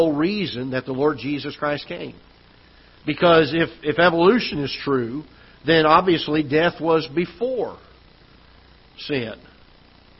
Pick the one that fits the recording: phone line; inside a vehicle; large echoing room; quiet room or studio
large echoing room